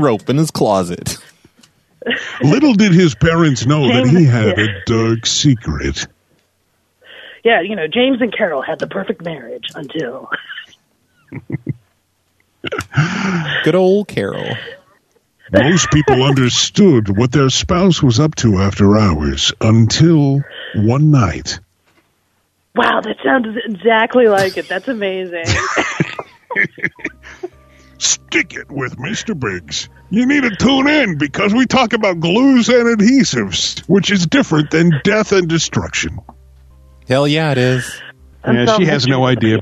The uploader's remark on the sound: a late-night Thursday call-in show